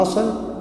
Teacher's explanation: الهمزة من أدنى أقصى الحلق مما يلي الصدر، والصاد من اللسان طرف اللسان فوق الثنايا العليا، واللام نطعي اللسان مع الحنك الأعلى